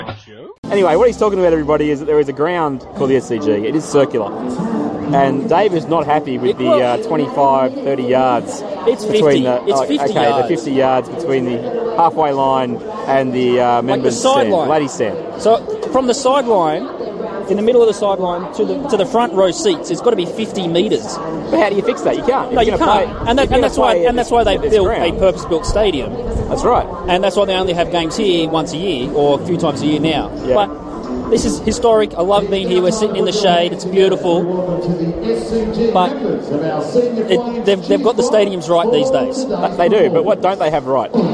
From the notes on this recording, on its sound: 'live recorded' from the Sydney Cricket Ground for the Dragons-Tigers clash. We've got a few of the younger brigade with us taking in the SCG for the first time.